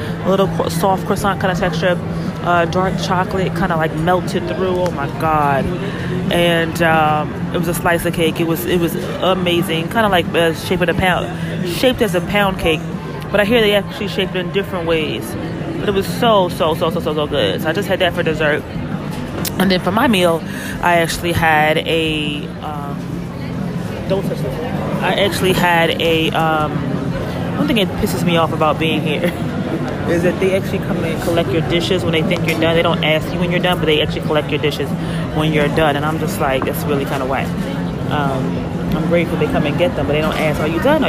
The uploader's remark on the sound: Phenomenal Eats on location at an amazing Gastronomic Experience, Time Out in Montreal. On location in Canada enjoying an amazing food market, Time Out.